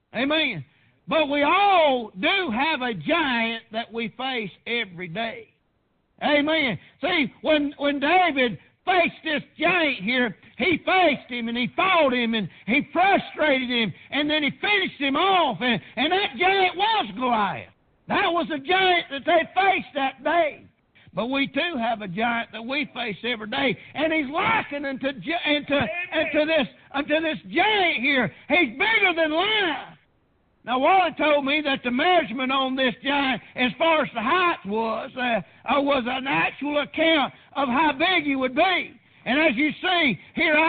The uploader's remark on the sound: PREACHED AT PRAYER BAPTIST CHURCH.